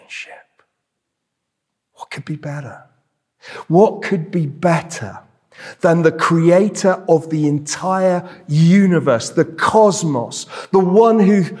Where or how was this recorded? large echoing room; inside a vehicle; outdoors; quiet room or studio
large echoing room